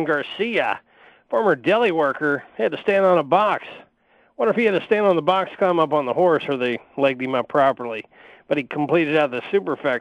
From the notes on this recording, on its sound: will also call